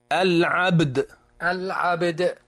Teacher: العبد الباء مقلقلة والدال مقلقلة · Term: القلقلة